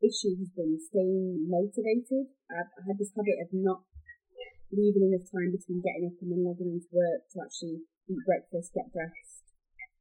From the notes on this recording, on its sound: Warning - the audio isn't the best on this one. We did our first remote recording and didn't pick the best method.